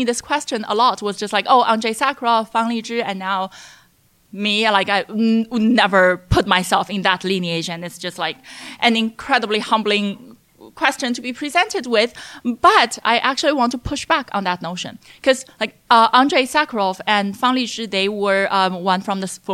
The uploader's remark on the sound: Live at NEXT China. In a show taped in front of a live audience at SupChina’s NEXT China conference.